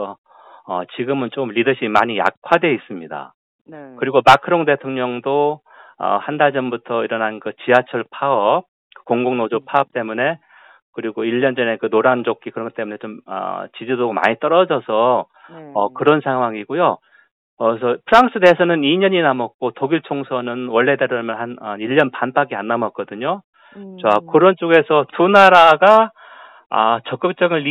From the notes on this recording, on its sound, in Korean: YTN라디오, 세계를 만나는 시간 전화 인터뷰.